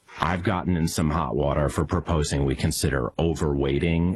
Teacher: I've got to point out, this guy went to the same voice coach as the guy with the worst voice in America. Kind of that Northeast intellectual, very effeminate, vocal fry-y voice.